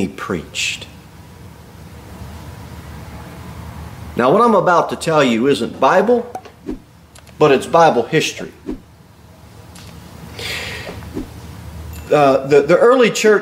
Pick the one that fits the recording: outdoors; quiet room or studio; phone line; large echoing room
large echoing room